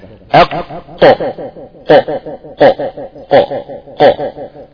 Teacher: الصوت ده مشكله، صوت الاحتكاك ده مشكله في حرف القاف. القاف ما فيهاش احتكاك اصلا